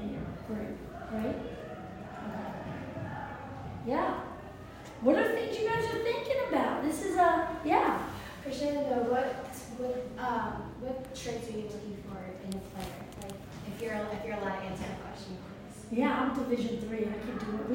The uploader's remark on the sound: In this episode I was onsite at the Virginia Revolution Sportsplex in Leesburg, Virginia for the Future Tribe ID Clinic. I recorded the three question and answer sessions with the prospects and coaches.